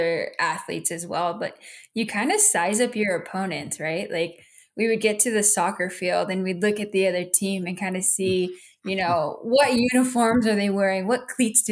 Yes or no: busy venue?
no